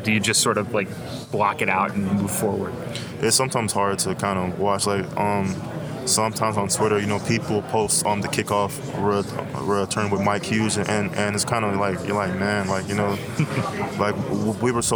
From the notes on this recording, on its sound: Recorded live at AAC Media Days.